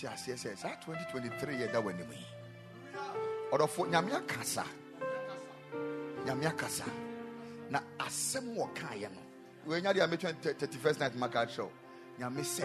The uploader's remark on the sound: Preached at the Ekklesia Campus